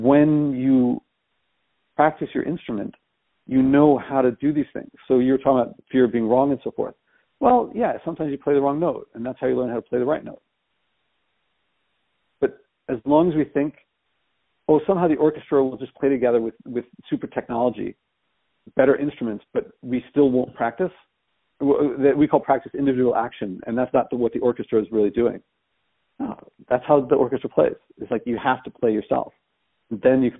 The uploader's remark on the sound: She told me she would record it, but since we were talking on the phone and I wasn't using my recording microphone, I forgot. Unrehearsed and raw.